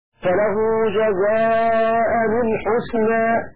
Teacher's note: بفتح الهمزه مع التنوين المكسور وصلا